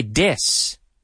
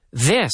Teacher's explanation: the soft TH, which sometimes people confuse for a D · Shown in: second take